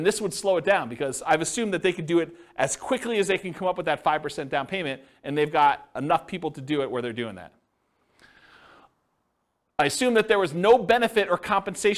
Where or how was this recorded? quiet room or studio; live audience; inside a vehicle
live audience